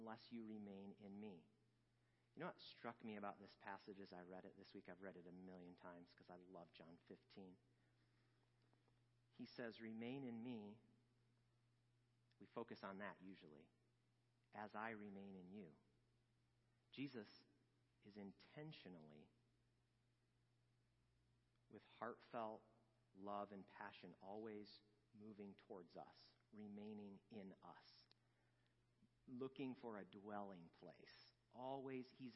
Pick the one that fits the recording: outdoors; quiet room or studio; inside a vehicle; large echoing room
large echoing room